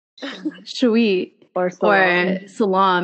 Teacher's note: a lot of non-Habesha people pronounce our names with the emphasis on the second syllable